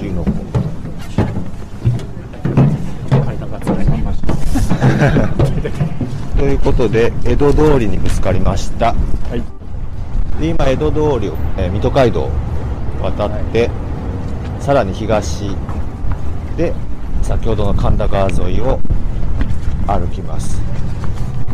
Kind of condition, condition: setting, outdoors